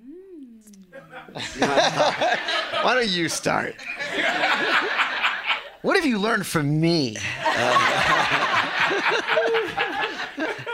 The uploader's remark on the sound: This show was recorded at the Greene Space/WNYC Studios in front of a live sold out studio audience.